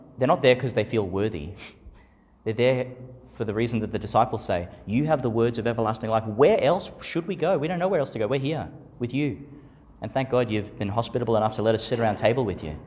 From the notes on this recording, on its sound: Homily for the Twenty-fourth Sunday in Ordinary Time, delivered in St Patrick's Church, Calliope, Qld.